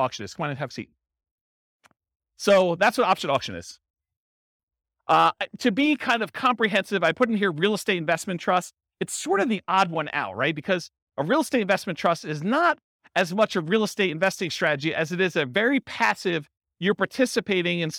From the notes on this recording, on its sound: This was a live class recorded